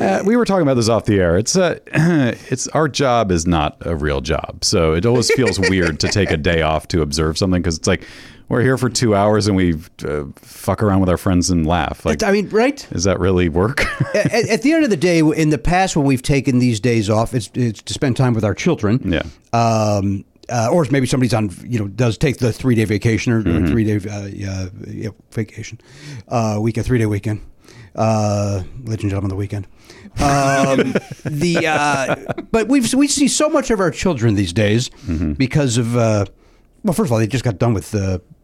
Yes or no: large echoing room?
no